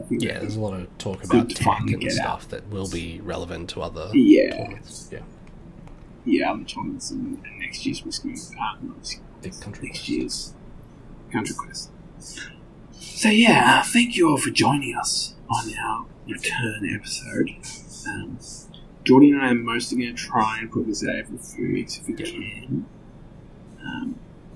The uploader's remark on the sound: Unfortunately, the audio setup is not quite what I was aiming for this episode, with the house getting renovated the very echoey nature of the study has resulted in a bit of background noise.